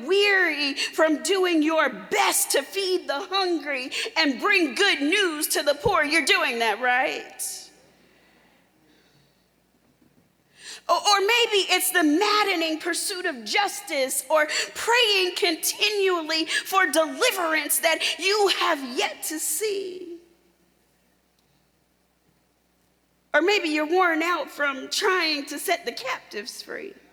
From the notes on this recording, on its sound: Delivered a powerful message at the Service of Holy Communion at the Florida Annual Conference in June 2023.